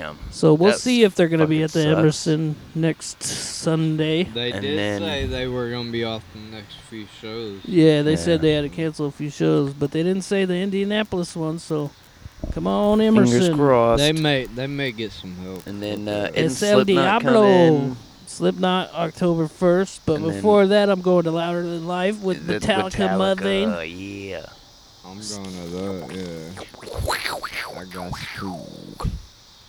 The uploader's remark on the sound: We are chillin outside, catching some rays and talking shit.